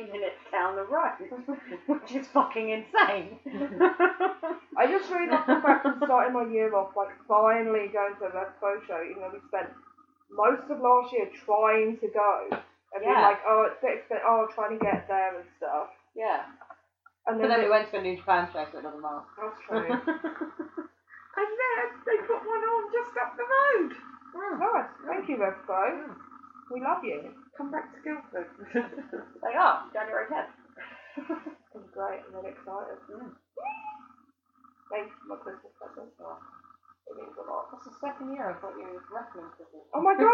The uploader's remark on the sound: The One Where The Mic Broke. Audio Quality isn't the best because the mic broke.